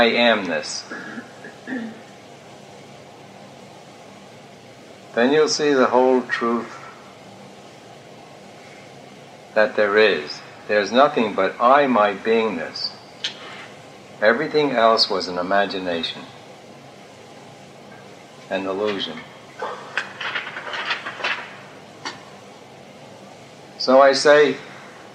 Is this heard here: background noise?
yes